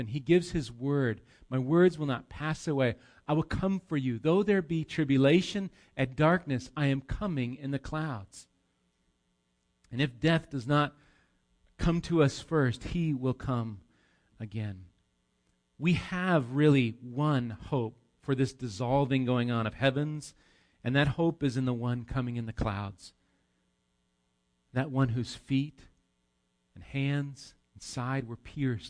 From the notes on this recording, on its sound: Recorded live at Bethany Bible Church